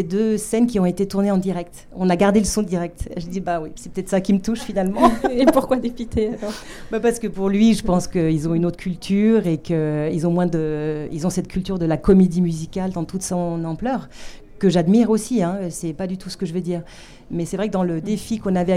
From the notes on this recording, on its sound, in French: CanneS Technique enregistré lors du 75ème Festival de Cannes sur le pavillon de la CST.